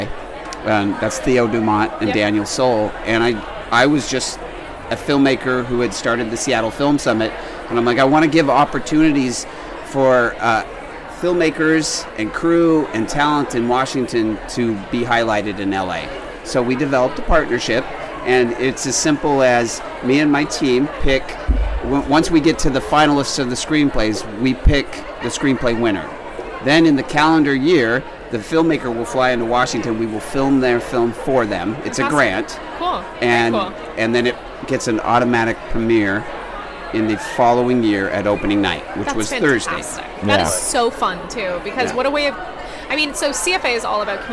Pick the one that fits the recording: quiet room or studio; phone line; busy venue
busy venue